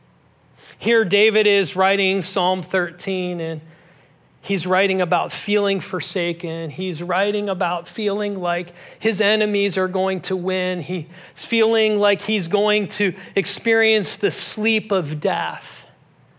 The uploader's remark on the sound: This message was originally preached at Highpoint Church on Sunday, July 9, 2023.